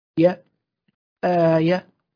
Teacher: الهمزة الممدودة في كلمة آثم وآية ونحوها تقرأ مد بمقدار حركتين، هكذا آية آية، ثم نأتي بالتاء ونقول تن، ثم نجمع الكلمة من أولها آية.